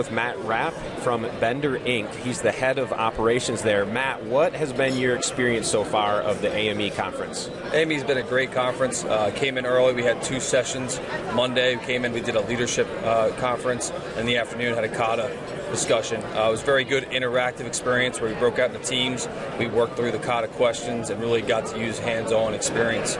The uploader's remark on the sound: This past week, Lean Solutions was a proud sponsor for the AME international Conference in Dallas. Were there to attend, exhibit, network, and record some great interviews for the podcast.